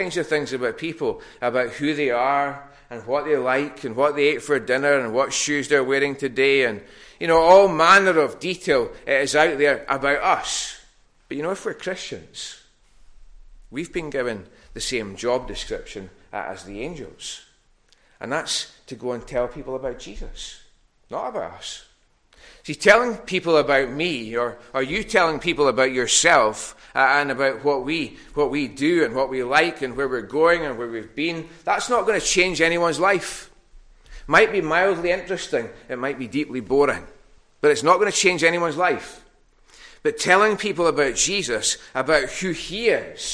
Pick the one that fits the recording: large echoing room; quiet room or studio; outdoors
large echoing room